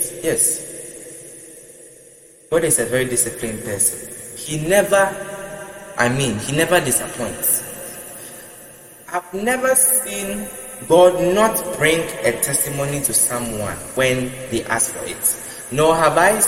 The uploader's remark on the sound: Preached at the Love Arena Gospel Encounter Service, LIVE at the Love Arena Church, Accra - Ghana.